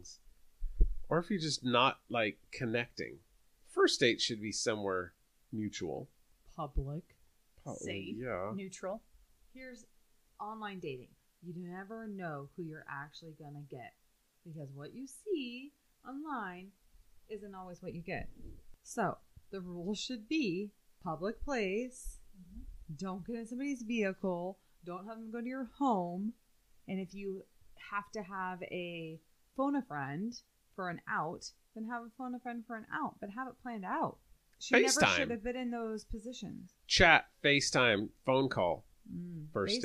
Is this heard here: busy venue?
no